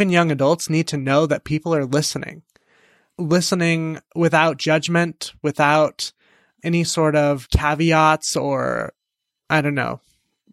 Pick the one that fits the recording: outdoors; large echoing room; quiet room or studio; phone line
quiet room or studio